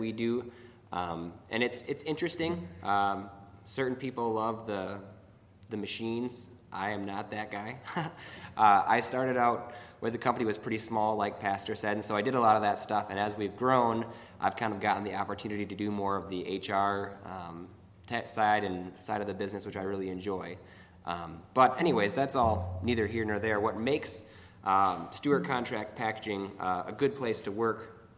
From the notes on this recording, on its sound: A few speakers and members of the audience share tips and experiences.